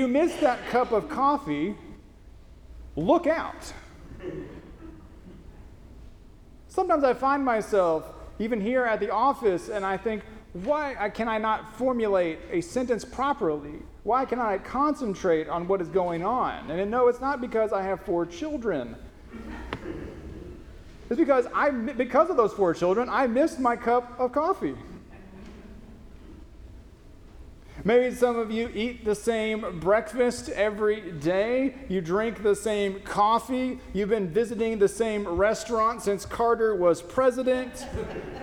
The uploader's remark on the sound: First Christian Church (DOC), Longview, Tx